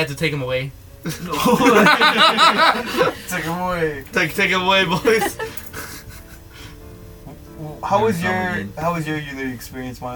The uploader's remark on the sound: This special episode will have background music to cover the horrendous white noise in the background of our recording, sorry.